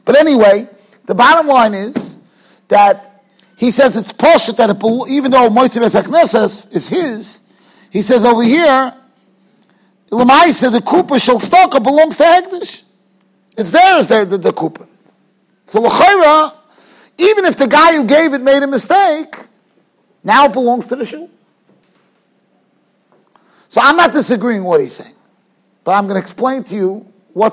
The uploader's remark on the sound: Shiur recorded in Yeshivas Ohr Reuven, Monsey, NY.